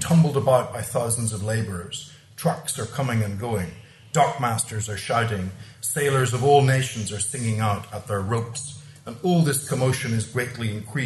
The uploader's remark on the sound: Recorded at the Dockland Encounters Symposium.